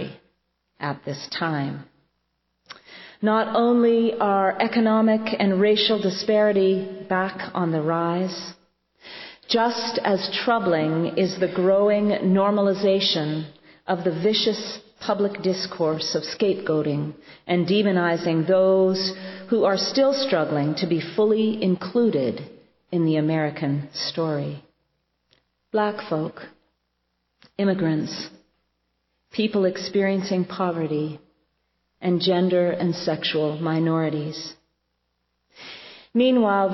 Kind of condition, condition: setting, large echoing room